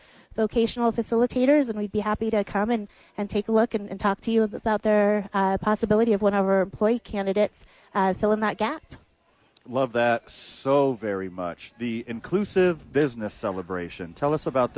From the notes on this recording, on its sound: live from ABQ AXE